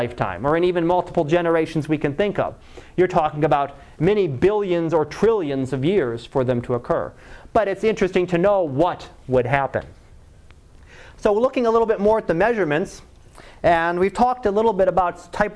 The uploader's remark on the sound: Live Class Lecture